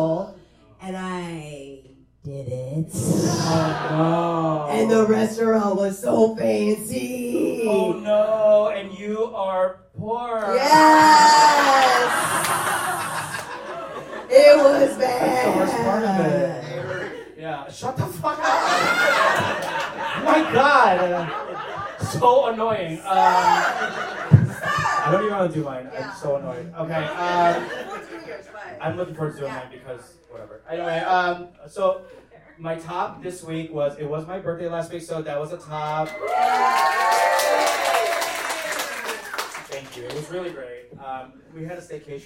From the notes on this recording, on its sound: Live from Los Angeles. Live show at LA's Lyric Hyperion.